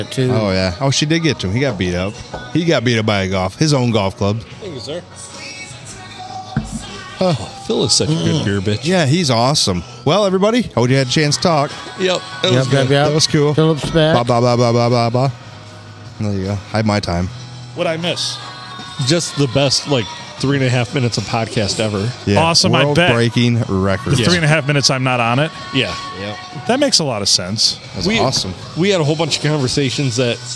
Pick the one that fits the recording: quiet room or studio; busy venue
busy venue